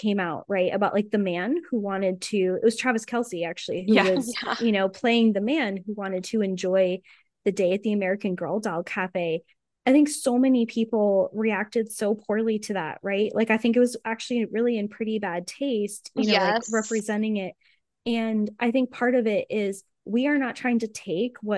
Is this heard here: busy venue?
no